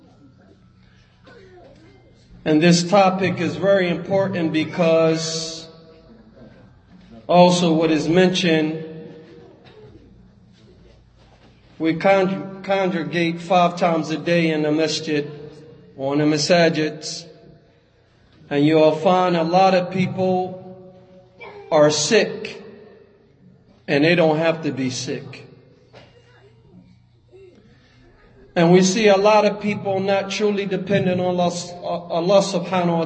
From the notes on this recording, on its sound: Lecture given at Masjid Nur Allah, Queens, NY